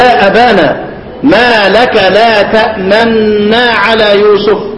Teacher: الاشمام ضم الشفتين وانت ماشي